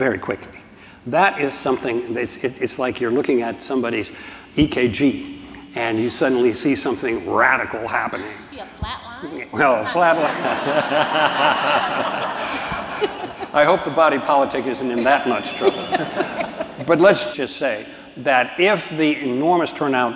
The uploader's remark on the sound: Recorded in front of a live audience at the National Constitution Center in Philadelphia.